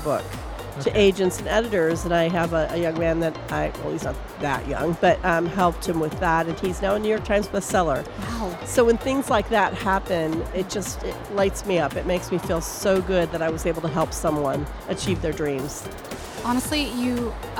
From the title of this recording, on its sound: Live from SIBF 2023